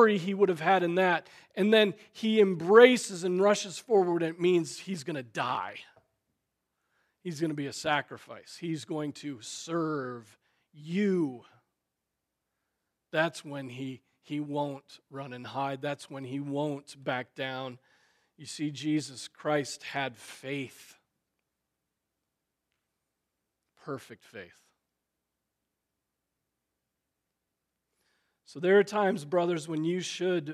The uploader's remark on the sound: Preached on June 11, 2023 at Trinity Presbyterian Church ( Evangel Presbytery ) in Spartanburg, SC.